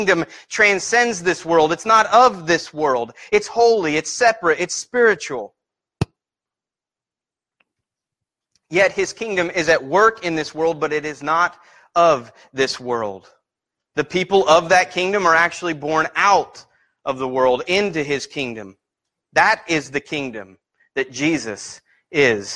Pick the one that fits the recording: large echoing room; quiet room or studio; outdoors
large echoing room